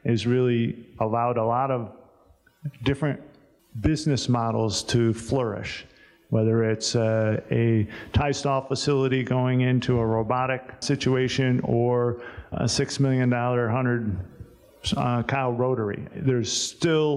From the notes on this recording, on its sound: This episode of The Dairy Show contains audio from the 2021 Expo Seminar